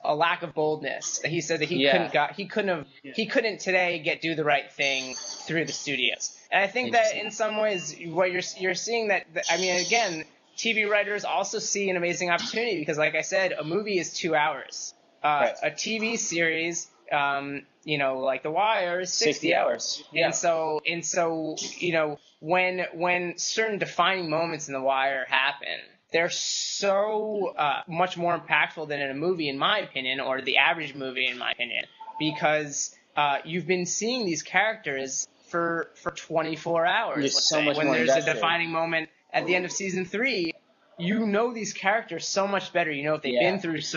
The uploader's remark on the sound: I'm coming at you from the Starbucks across the street from my house if you couldn't identify the background blending and espresso-making sounds.